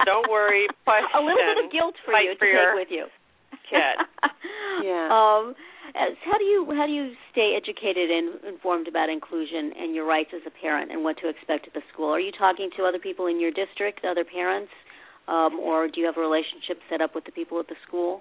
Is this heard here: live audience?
no